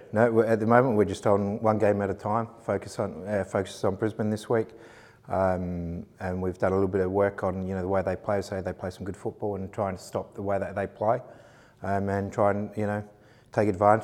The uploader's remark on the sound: Pre-Match Press Conference